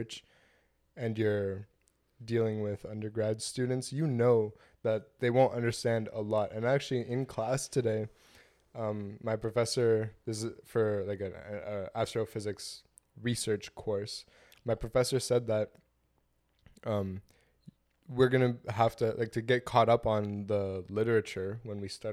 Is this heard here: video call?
no